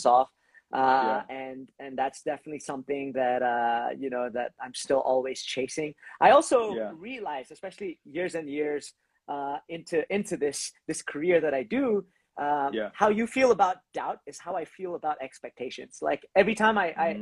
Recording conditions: video call